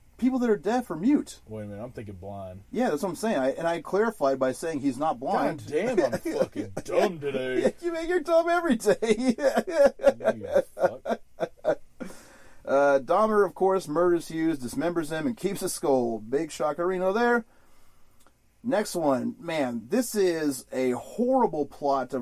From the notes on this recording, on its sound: we recorded this episode in a RV